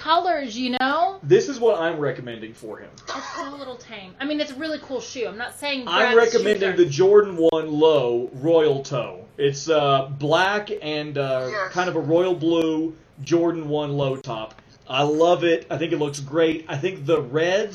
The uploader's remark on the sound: Forgive the terrible audio quality.